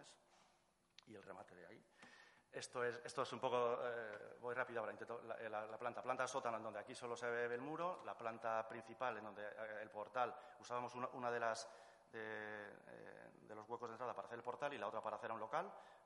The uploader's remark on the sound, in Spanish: La mesa redonda tuvo lugar el 23 de mayo de 2017 dentro de la jornada titulada “Actuaciones arquitectónicas en el Patrimonio edificado” en el Museo San Telmo.